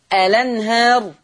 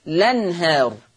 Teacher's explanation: يا اما اثبت همزة الوصل الأنهار، يا اما حذف همزة الوصل فتصير لنهار